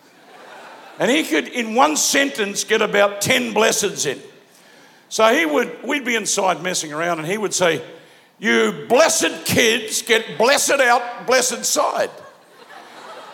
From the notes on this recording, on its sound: Preached live at Planetshakers Melbourne